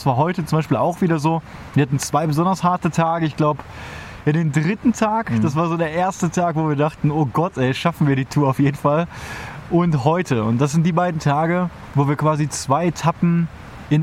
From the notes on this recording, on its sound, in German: Live vom Trail aus den Alpen. Daher haben wir live auf dem Trail ungefähr in der Mitte unseres Thruhikes am Abend zwischen Bäumen und Bächen im Camp eine Folge aufgenommen. Real live Zeltgespräche-Folge.